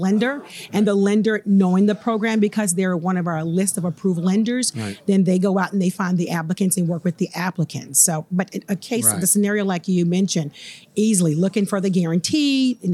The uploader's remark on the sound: This and the following segments were recorded at this year’s annual Florida Economic Development Council Conference hosted at Sheraton Orlando Lake Buena Vista Resort. This and the following segments were recorded at this year’s annual Florida Economic Development Council Conference hosted at Sheraton Orlando Lake Buena Vista Resort.